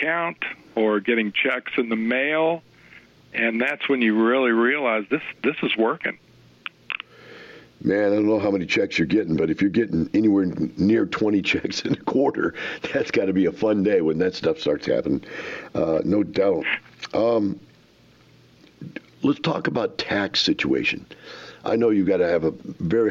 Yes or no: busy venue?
no